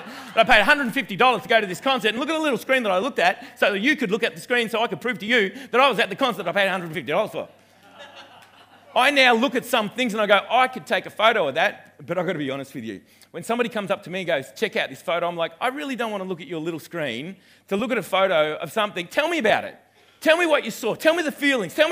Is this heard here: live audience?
yes